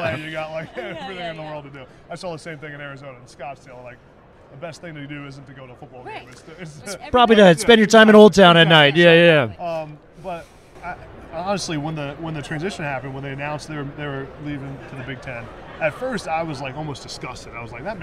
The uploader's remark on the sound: Live From Super Bowl Radio Row